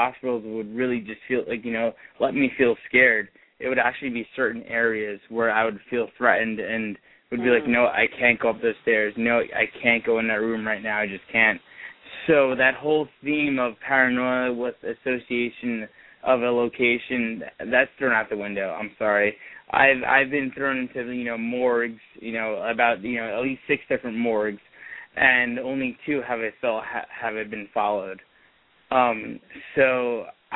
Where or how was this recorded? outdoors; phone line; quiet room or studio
phone line